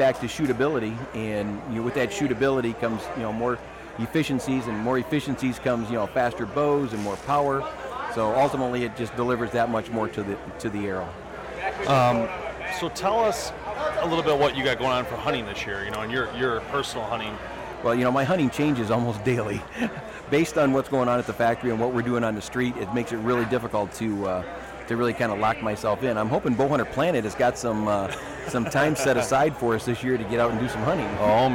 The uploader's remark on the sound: joins us LIVE from the Woods N Water Outdoor Weekend